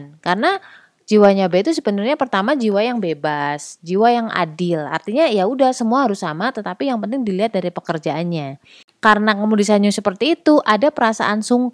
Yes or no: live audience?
no